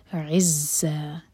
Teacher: عین حلق سے اور زہ پر بزنگ ساؤنڈ. عز، دوہرے کا لمبا اور فتح کی تنوین پر رک رہے ہیں تو یہ ہے مد عوض عن التنوین.